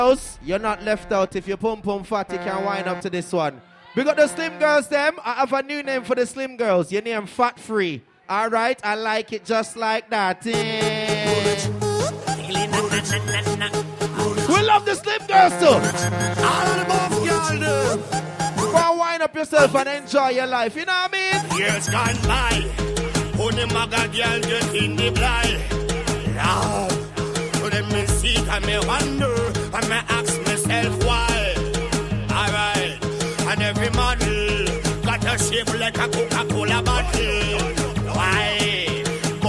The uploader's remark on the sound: Live Soca Set 3Way March 4th 2017